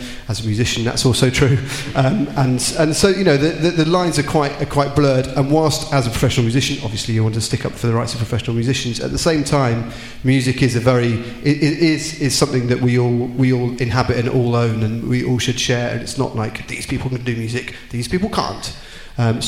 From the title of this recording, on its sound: LIVE at Wilton's Music Hall